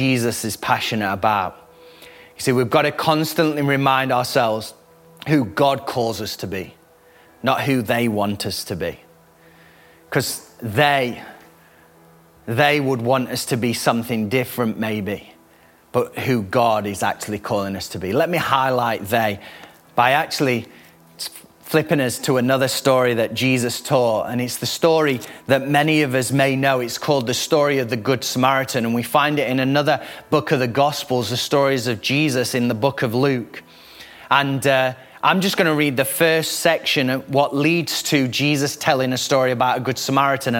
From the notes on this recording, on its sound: Recorded live at the Chesterfield Campus this is the message from the service broadcast.